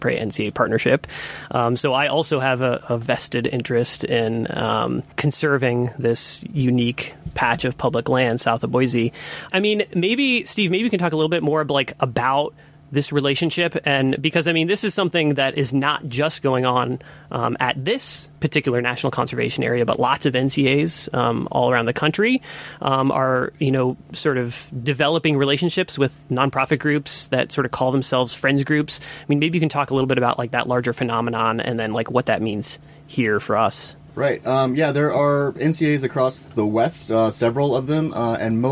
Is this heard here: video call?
no